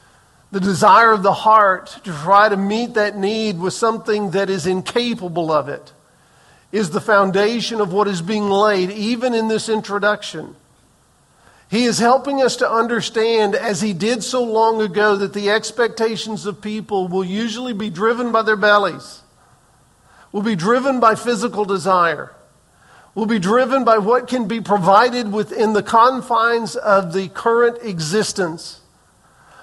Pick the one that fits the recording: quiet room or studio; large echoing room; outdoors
large echoing room